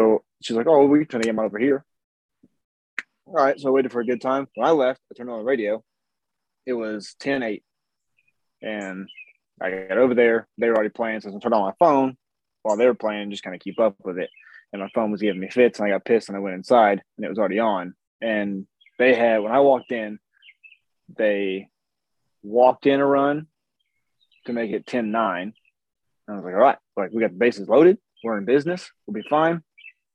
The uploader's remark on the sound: We apologize for the audio we had to use Zoom for this episode